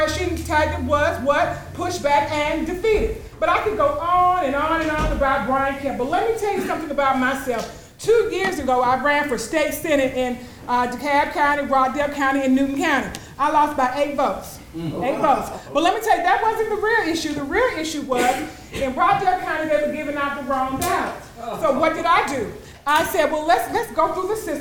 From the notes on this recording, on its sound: gave brief speeches and answered questions from the audience